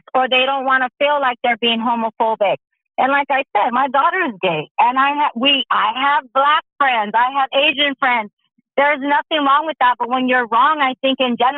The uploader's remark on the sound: We take your phone calls for an open discussion about the topic.